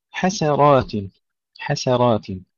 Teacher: ترقيق السين تفخيم الراء